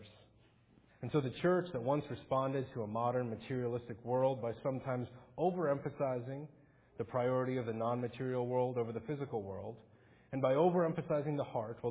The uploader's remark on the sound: Faith Presbyterian Church – Morning Service